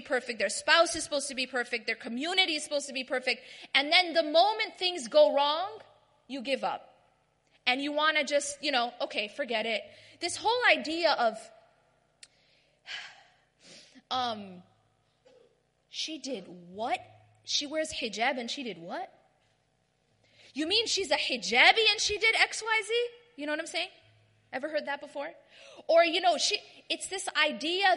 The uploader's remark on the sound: delivers a lecture/talk at the 2016 Night Of Destiny conference in Bradford